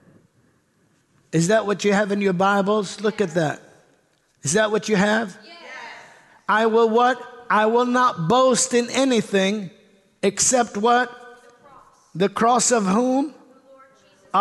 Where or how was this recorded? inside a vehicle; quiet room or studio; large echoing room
large echoing room